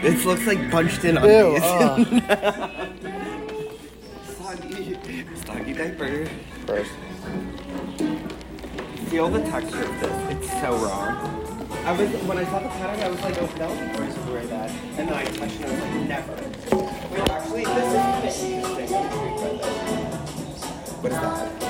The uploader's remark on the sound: An historic series of recordings made LIVE AND ON SITE at the RITTENHOUSE SQUARE ANTHROPOLOGIE. I do not owe any of you editing out the dead air/diegetic sounds sections of this episode.